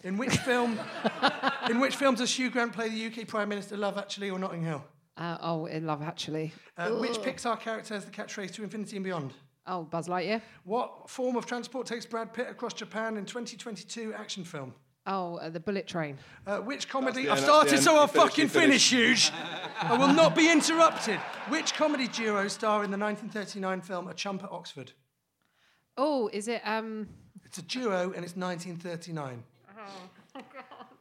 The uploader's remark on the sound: Recorded in front of a packed room at the 2022 London Podcast Festival